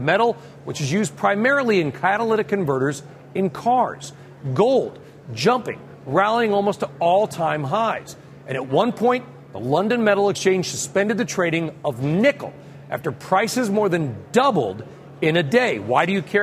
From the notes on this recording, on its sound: live from the most important oil conference in the world – CERA week